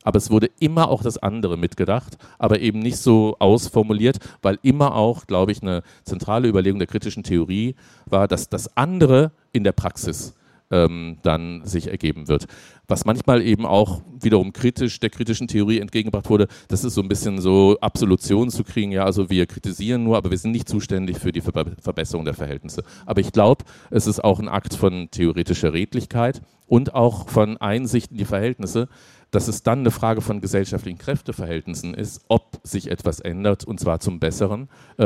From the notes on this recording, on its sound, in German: auf der Leipziger Buchmesse